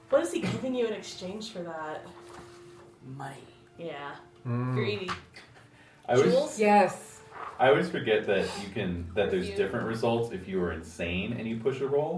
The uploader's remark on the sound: Please note that this recording was originally made for posterity rather than public release, and therefore our usually lax recording discipline is even more in evidence.